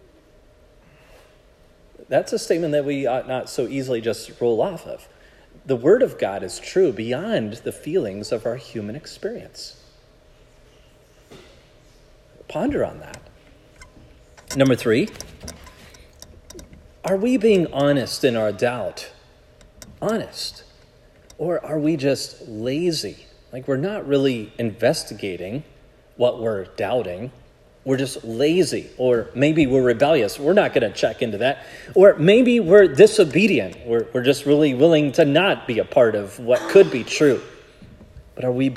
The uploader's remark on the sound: This sermon was preached at Providence Church.